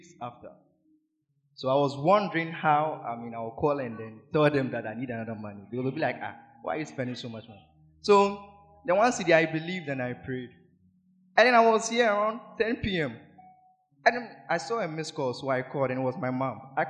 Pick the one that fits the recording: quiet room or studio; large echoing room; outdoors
large echoing room